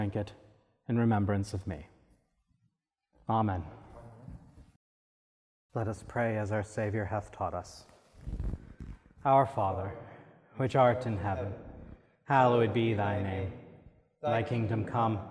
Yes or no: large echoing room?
yes